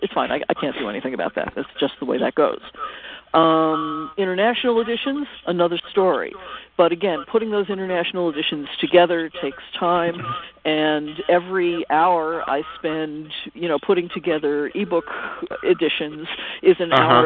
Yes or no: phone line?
yes